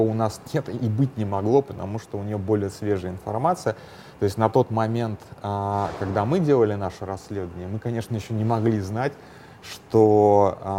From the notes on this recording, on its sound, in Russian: Пока записывался, поменяли гейт, но на самолет я все же успел